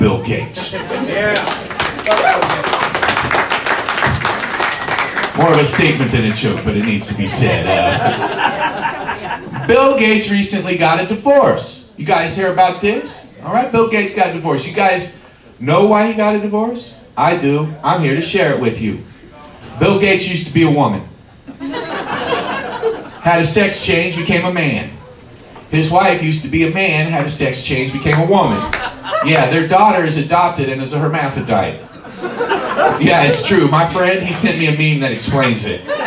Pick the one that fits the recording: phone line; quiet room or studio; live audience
live audience